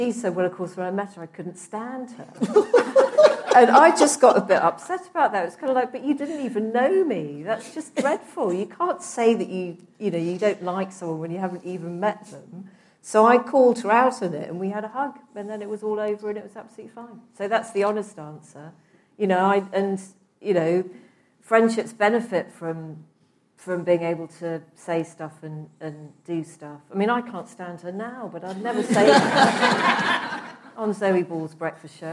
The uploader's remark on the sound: LIVE at Afternoon Tea. Host afternoon tea at Times Towers.